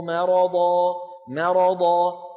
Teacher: بفخم الميم، لا بد من ترقيقها، في قلوبهم مرض فزادهم الله مرضا مرضا، نرقق الميم ثم ننتقل مباشرة إلى الراء والضاد المفخمتين